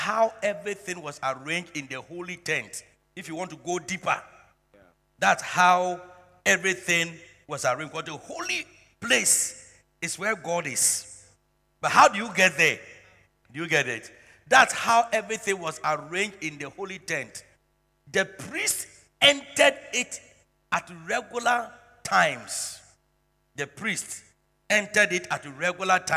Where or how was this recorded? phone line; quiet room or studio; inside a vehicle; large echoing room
large echoing room